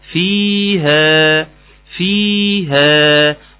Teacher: عاوز منك تحافظ على المد الطبيعي بتاع الياء، ثم المد الطبيعي بتاع الالف